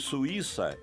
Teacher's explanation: No caso de Suíça, estamos falando de hiato, U-I, pronunciado separadamente. E por isso o I, que nesse caso é tônico, leva acento.